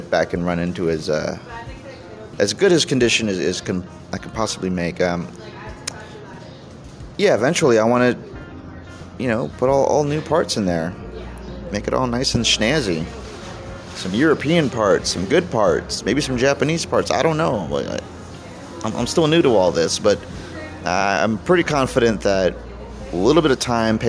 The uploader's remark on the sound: I chat on the outside patio